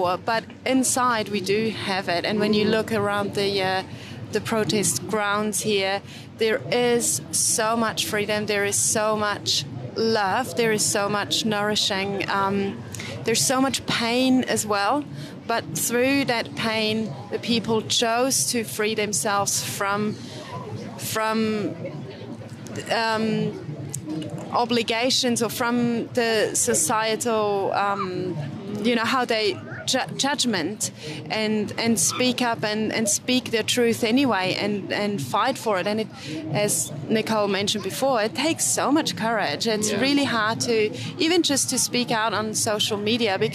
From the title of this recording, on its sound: On Location at the Wellington Freedom Village Protest Site